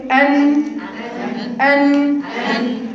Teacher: الصوت بيبقى اهي ان ان هو الصوت برضو بيخرج من بق لان هو مش مغلق، مغلق التام الغلق تام، لان الطرف بس هو اللي قافل، بس بقيه الصوت بيخرج من الخيشوم · Term: النون